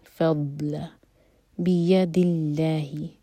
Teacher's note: لام جلالہ لائٹ ہوگا کیونکہ بیدی دال کے نیچے کسرہ ہے اس کے بعد ہم لام سے جوڑ رہے ہیں اللہ تعالیٰ